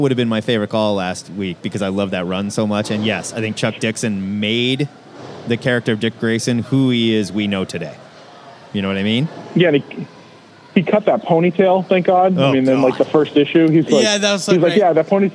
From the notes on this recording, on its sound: LIVE from O Comic-Con!